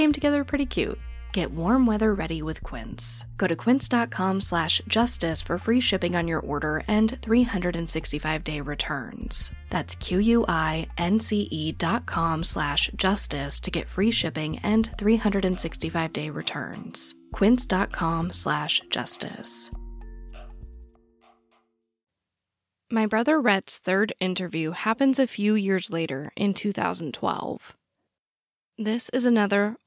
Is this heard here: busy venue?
no